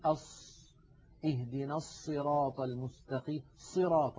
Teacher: عند الصاد تجده يضم ويزم شفتيه إلى الأمام